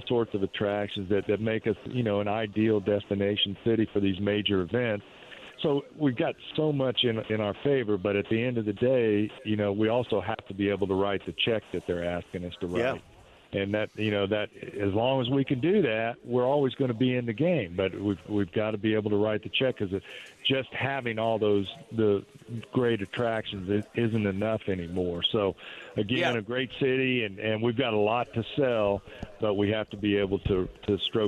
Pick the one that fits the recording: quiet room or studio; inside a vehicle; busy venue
busy venue